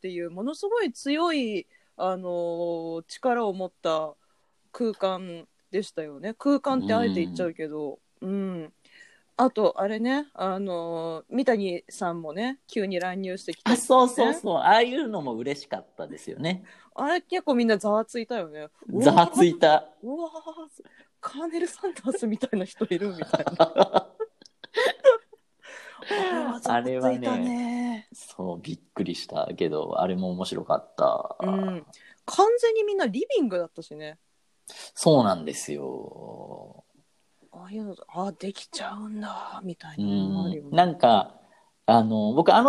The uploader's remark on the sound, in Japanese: 出演者が全員自宅からzoomにアクセスして読み、。